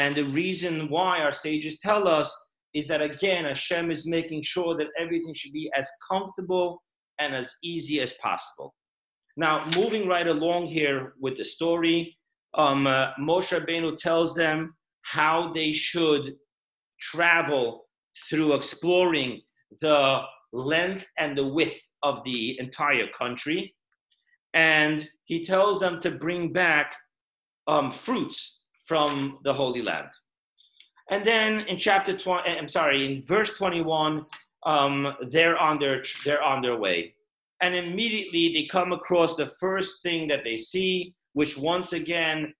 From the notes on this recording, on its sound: Zoomclass